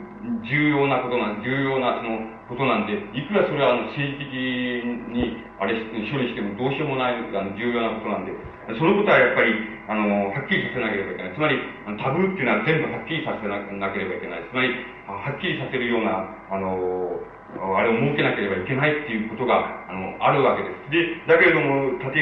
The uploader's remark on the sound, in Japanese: 音質：３。場所：学習院大学 教室。学習院大学の教室で行われた講演。別の話し声が聞こえるところがあり、 残響音が目立つ部分もある。途中で音声が遠くなるのは。